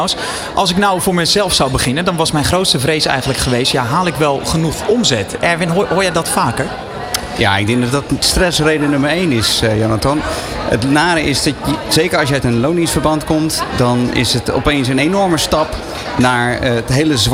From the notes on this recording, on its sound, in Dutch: De Dag van de ZZP’er 2023 op New Business Radio. De Ondernemer live stond helemaal in het teken van de Dag van de ZZP’er. Vanaf de locatie, Hart van Holland in Nijkerk, deed De Ondernemer live verslag van hét evenement voor zelfstandig ondernemers.